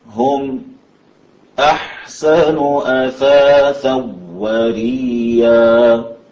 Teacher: عدم إدغام الواو بغنة طبعا في التنوين لخلف · Term: إدغام بغير غنة